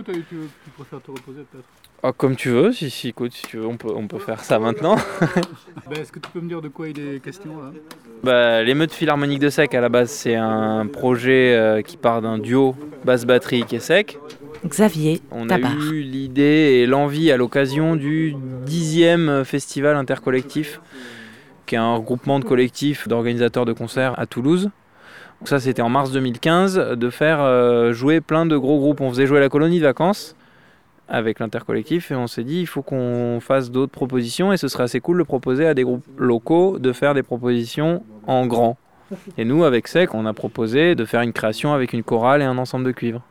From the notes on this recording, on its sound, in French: Emission Starting Block produite et réalisée par CAMPUS FM TOULOUSE. Enregistrement réalisé dans la campagne tarnaise autour de Coufouleux.